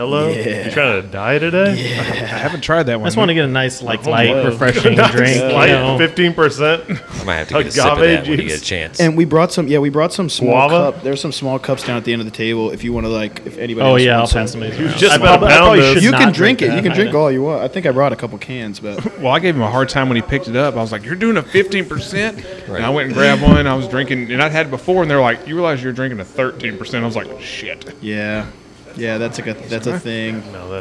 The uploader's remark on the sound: on location at Martin House Brewing